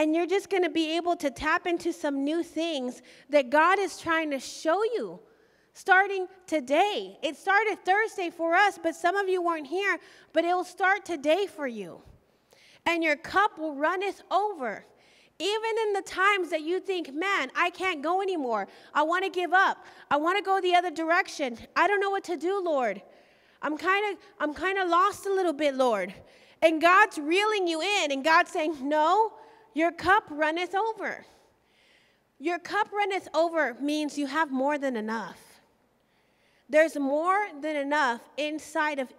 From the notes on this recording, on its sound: recorded live at the Emerging Streams